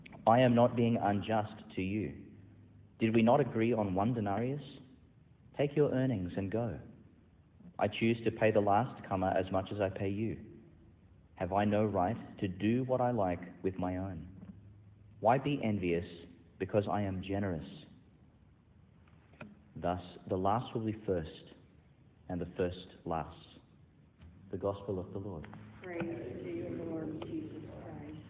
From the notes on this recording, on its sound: Delivered in Our Lady Star of the Sea Church, Gladstone, Qld, Australia.